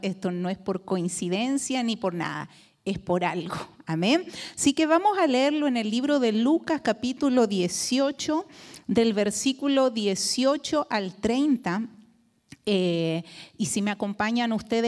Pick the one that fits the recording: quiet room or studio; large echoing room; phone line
large echoing room